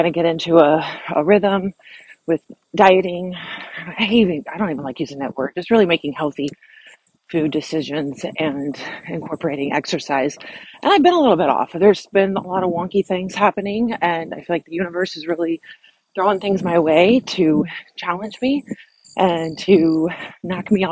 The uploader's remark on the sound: her walk & talk